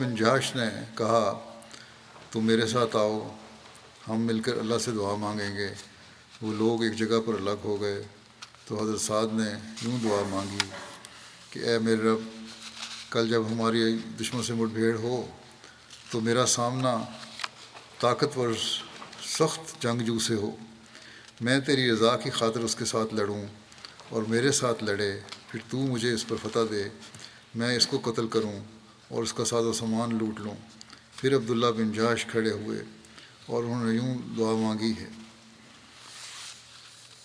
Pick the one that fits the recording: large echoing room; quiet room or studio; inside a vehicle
large echoing room